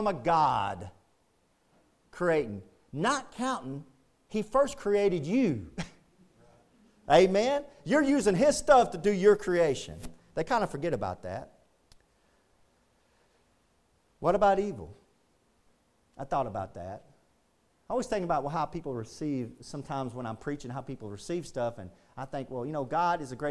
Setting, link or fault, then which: setting, large echoing room